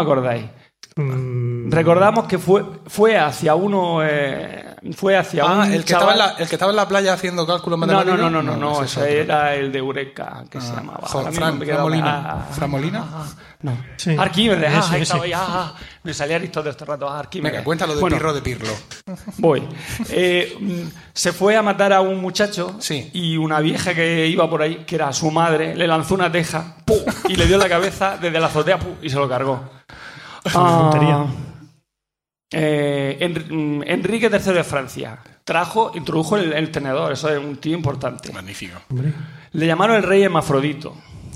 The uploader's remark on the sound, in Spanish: En directo desde Lucentum. Por primera vez en la historia de nuestro podcast hemos grabado en directo con público. Ocurrió en el transcurso de las jPod 2017 que tuvieron lugar en Alicante.